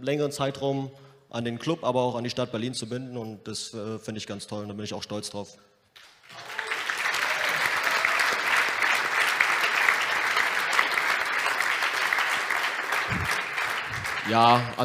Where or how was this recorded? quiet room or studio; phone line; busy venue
busy venue